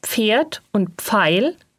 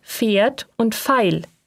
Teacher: Ebenfalls dialektal ist die Aussprache von PF wie F. · Shown in: second take